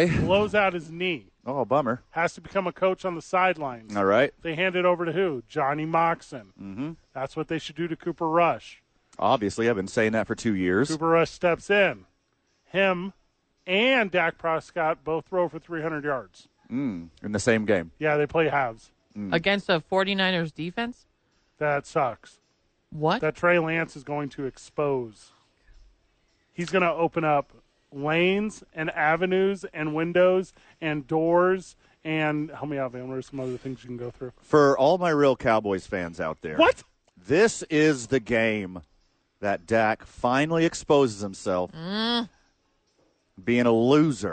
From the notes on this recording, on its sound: live from ABQ AXE